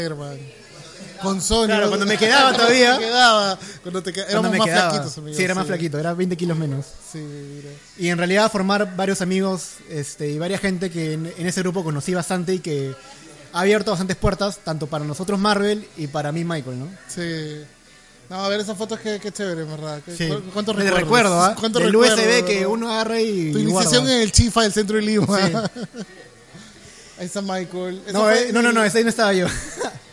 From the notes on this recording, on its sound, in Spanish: Podcast en vivo en Geek Club junto con amigos e influencers celebrando el lanzamiento de Habla Geek!